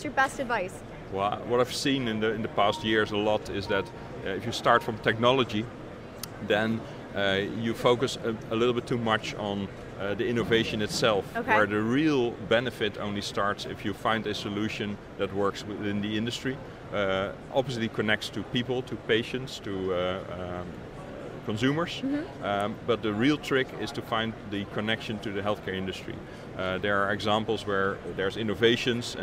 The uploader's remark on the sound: LIVE From #HiMSS17